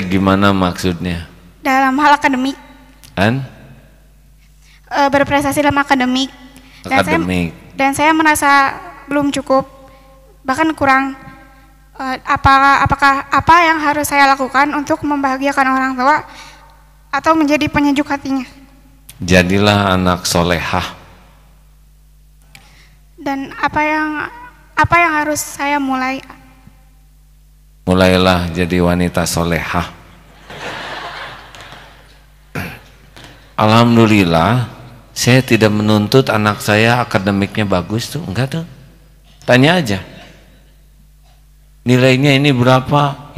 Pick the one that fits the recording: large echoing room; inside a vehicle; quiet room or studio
large echoing room